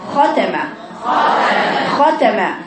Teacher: هي خاء مفتوحة بدون إطباق